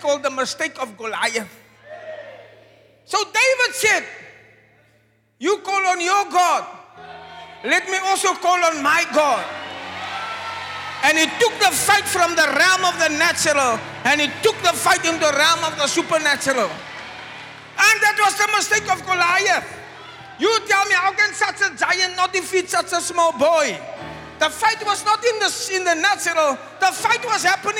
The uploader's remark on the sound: Preached at the Zion Sanctuary, Cape Town